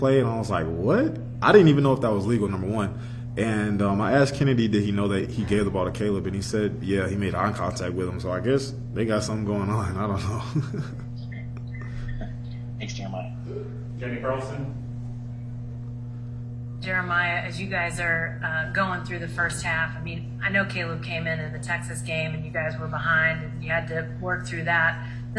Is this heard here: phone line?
no